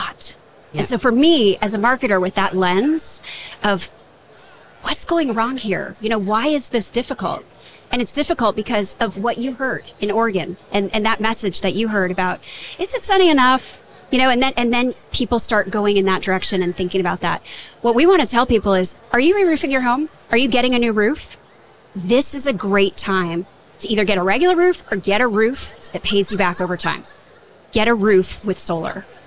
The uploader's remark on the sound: LIVE from A'23 with GAF Energy. In this bonus episode, we share a conversation from our live podcasting event at the 2023 AIA Conference on Architecture in San Francisco, California.